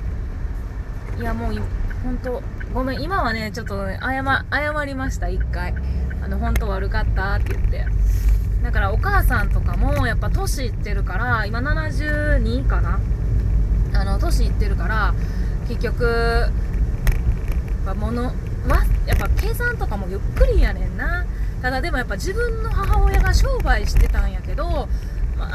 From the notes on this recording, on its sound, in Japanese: 車の中から配信